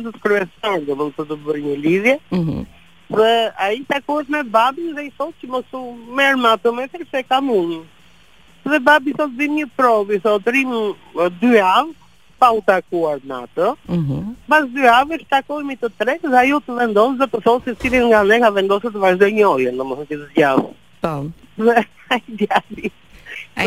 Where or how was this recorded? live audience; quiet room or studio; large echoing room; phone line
phone line